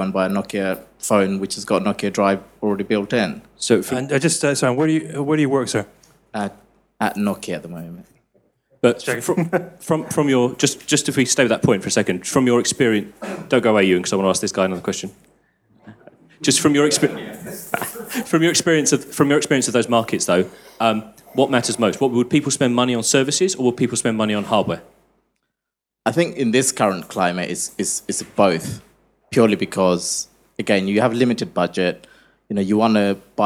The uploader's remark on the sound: we held the first public '361 Live' event "Mobile Question Time" sponsored by Nokia and LBi at LBi's HQ on Brick Lane in London.